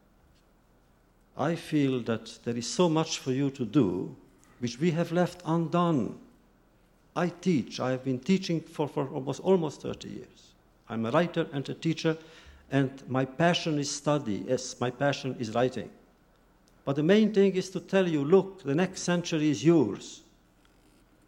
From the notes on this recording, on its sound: In this video podcast, recorded at the Academy of Achievement's 1996 Summit in Sun Valley, Idaho.